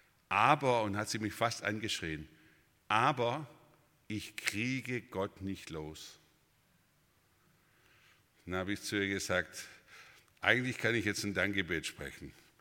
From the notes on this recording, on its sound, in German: aus dem Gottesdienst der Liebenzeller Mission